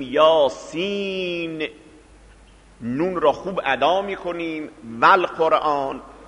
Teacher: یک بحث قرائتی اینه که هرگاه کلمه نون ساکنه بعدش واو باشد، این نون را اظهار میکنیم، یعنی خیلی خوب میخوانیم اون را که شنونده ما صدای کلمه و حرف نون را خوب بشنود. این را بهش میگیم اظهار.